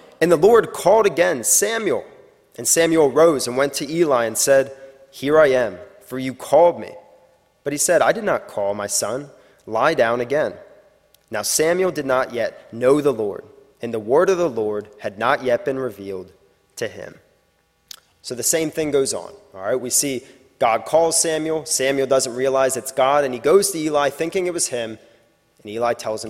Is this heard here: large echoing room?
yes